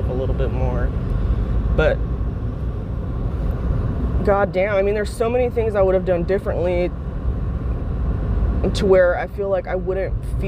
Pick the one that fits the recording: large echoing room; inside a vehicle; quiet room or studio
inside a vehicle